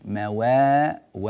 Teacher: رقق الواو والألف التي بعدها